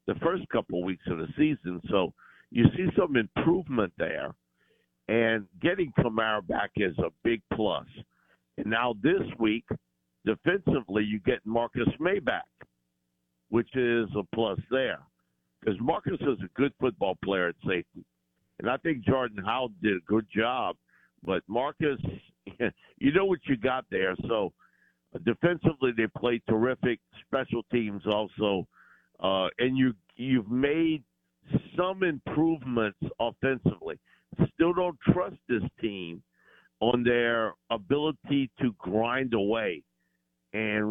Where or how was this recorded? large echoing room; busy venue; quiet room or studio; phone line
phone line